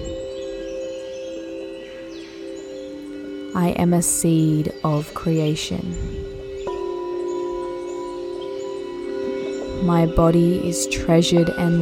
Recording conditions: sounds in the background